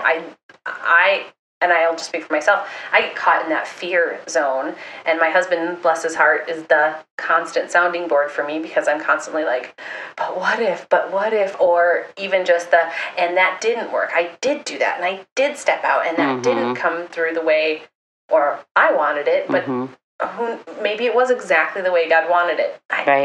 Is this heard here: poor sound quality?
yes